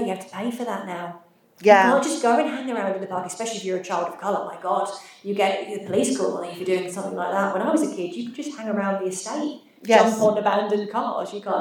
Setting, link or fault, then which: fault, echo